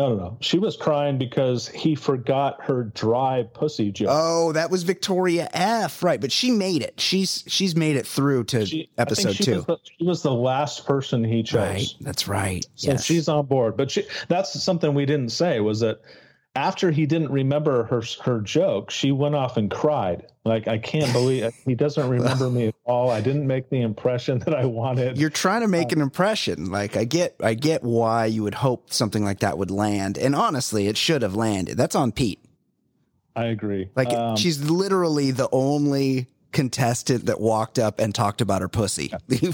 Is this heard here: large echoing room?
no